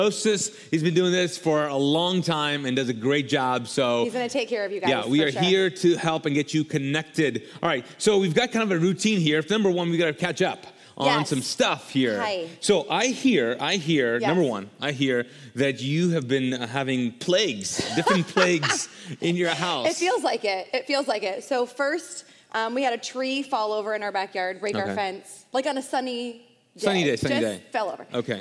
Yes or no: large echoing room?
yes